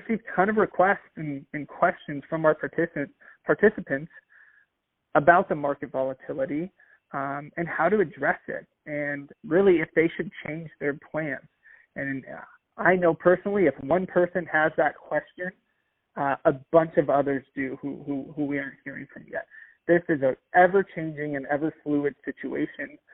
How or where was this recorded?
phone line